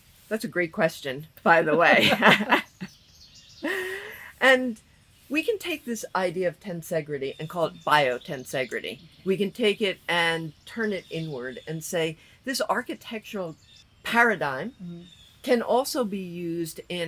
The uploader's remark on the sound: This episode is the first time since the end of Season 2 that the two hosts recorded from the same place. Backyard gazebo to a natural soundtrack of a variety of chirping birds.